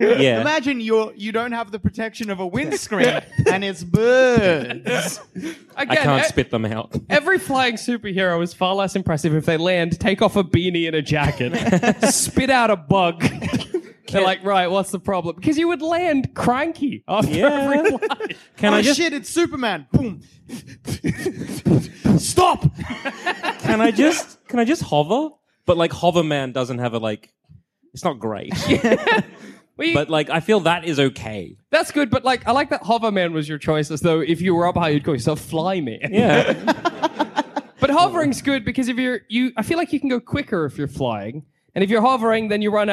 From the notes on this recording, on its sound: recorded at the Frog & Bucket at Manchester